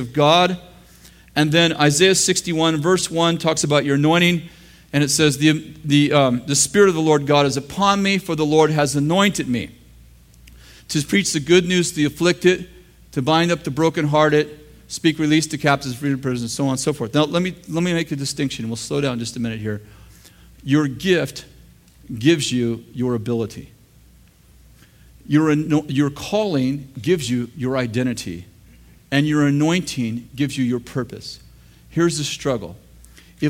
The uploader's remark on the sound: In this throwback session from the School of the Prophets in August 2007 at Bethel Church in Redding, CA.